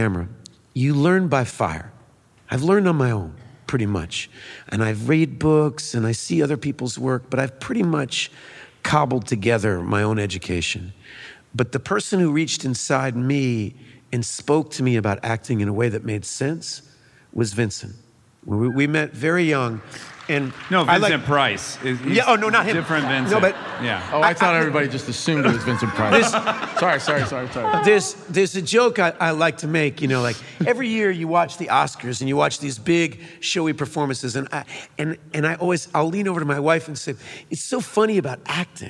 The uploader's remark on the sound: Armchair Expert Live from Brooklyn at the Brooklyn Academy of Music.